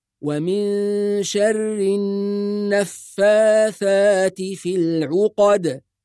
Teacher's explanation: ننتبه إلى غنة كلمة النفاثات، النون المشددة